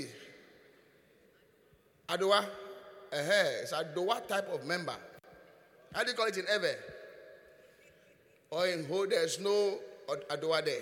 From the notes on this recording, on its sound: Preached at the Qodesh